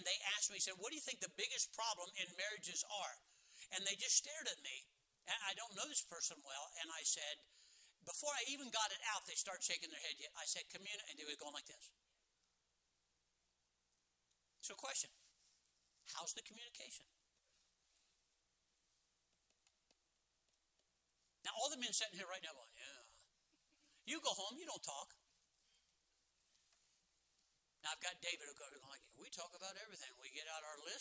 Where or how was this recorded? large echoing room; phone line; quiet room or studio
large echoing room